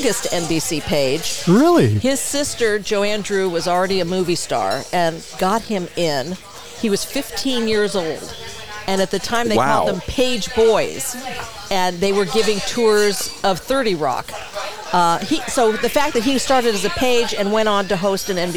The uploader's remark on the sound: Recorded in the Center of the Coachella Valley Universe, Skip Paige’s Little Bar.